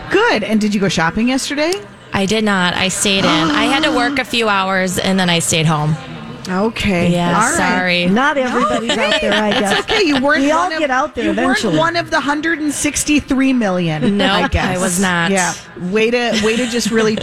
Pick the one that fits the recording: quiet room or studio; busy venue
busy venue